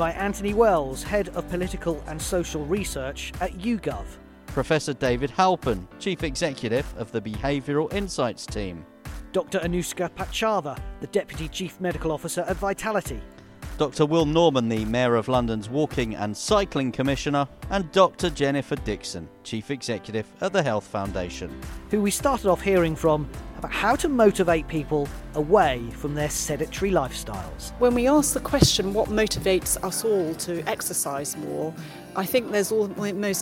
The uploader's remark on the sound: We come live from the Guildhall in the City of London, with one of the sessions from the 2021 Conference.